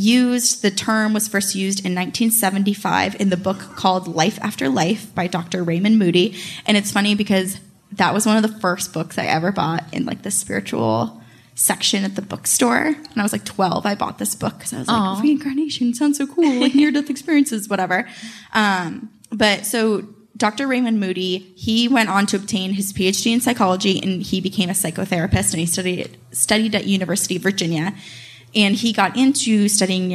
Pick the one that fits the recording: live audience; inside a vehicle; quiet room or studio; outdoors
live audience